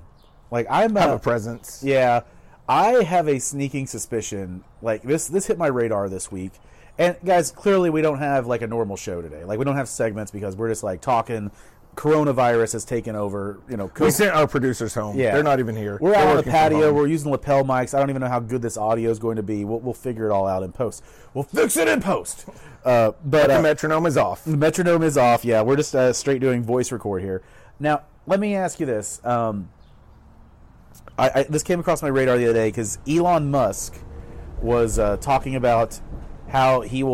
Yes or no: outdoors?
yes